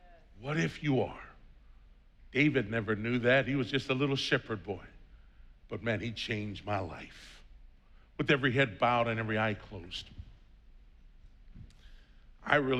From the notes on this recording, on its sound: was preached on June 6th at the 8:30AM service